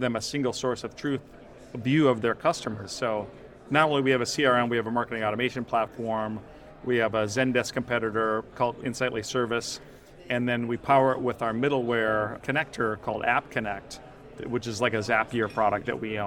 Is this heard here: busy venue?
yes